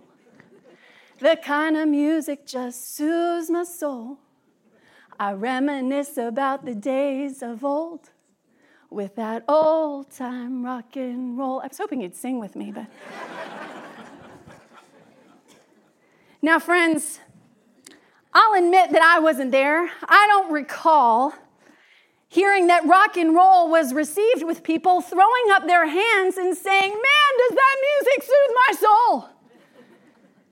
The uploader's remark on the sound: Message was delivered during the Traditional and Contemporary joint worship service.